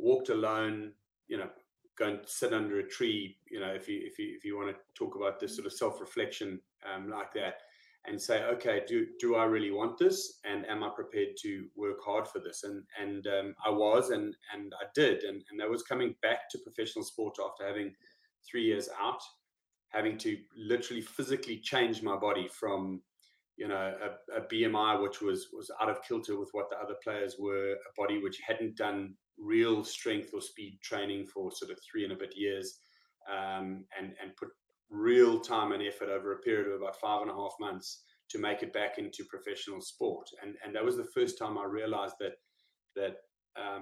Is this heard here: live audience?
no